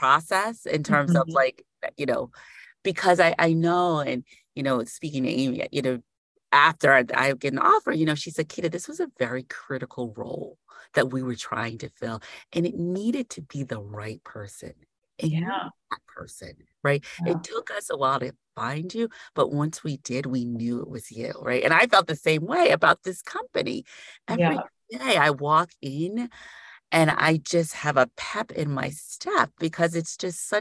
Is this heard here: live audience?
no